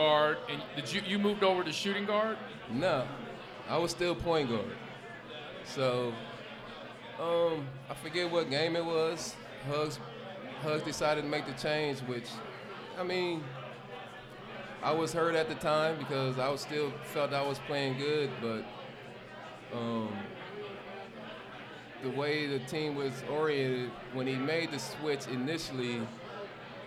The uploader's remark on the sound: LIVE at Mio’s.